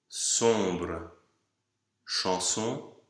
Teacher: O nasal, based on the closed lowercase o.